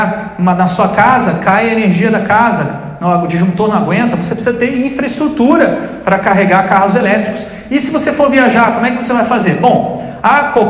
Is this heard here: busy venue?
yes